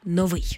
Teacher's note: Колись це слово справді мало два наголоси, але вже давно наголос на першому складі вважається ненормативним, тому слід казати «новий»